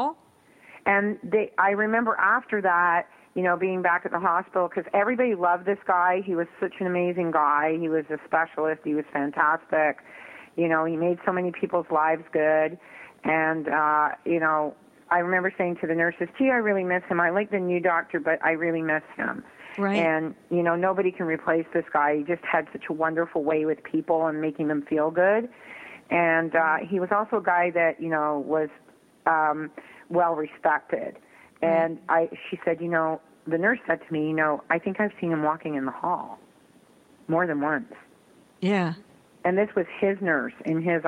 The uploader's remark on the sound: She talked about hauntings and gave live readings to callers.